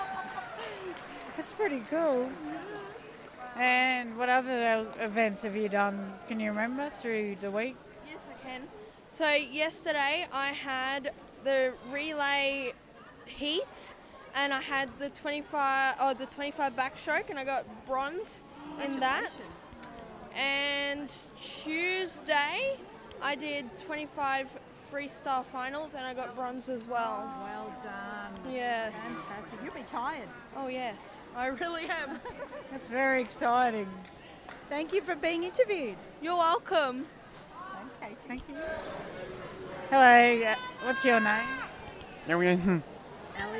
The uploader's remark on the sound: captures more of the Special Olympics sounds of belonging, friendship, joy and inclusion